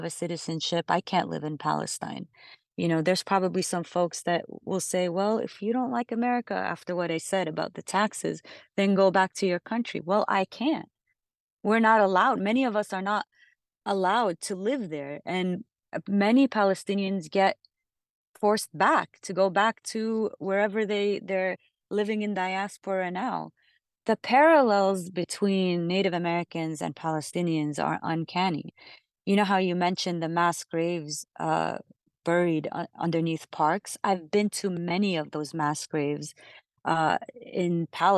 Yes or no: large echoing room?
no